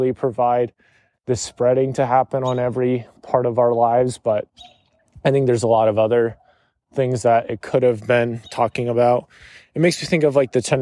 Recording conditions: outdoors